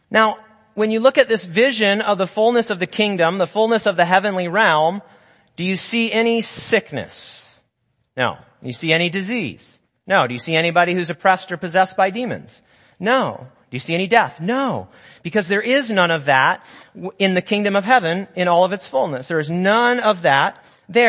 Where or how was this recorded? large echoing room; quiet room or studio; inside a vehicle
large echoing room